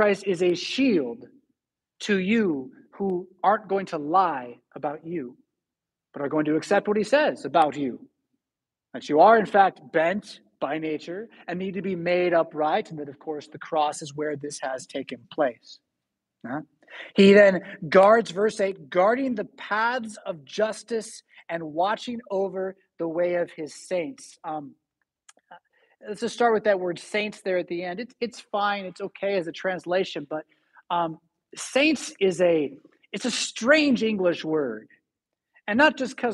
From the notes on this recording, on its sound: Preached at St Paul Lutheran Church , Rockford, Illinois on September 18, 2022.